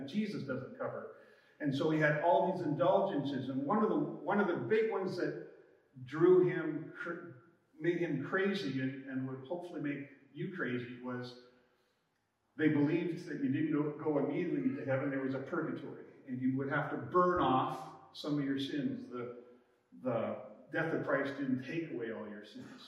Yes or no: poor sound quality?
yes